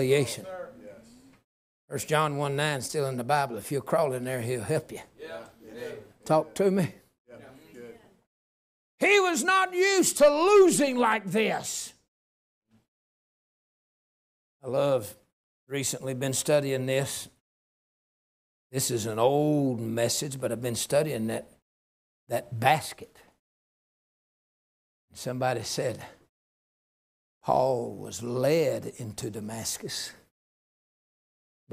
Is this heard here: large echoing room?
yes